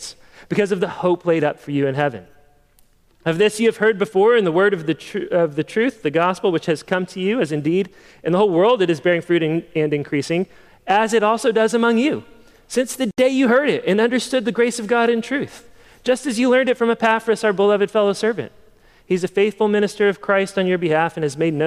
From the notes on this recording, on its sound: Sermon preached at the October 2022 meeting of Evangel Presbytery.